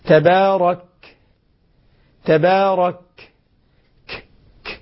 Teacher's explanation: لكن إذا قلت تبارك سكن الكاف، لو لم أعطه الهمس لما سمعت كافا. الآن أنا ما سمعت كاف لأني لم أعطي همسا.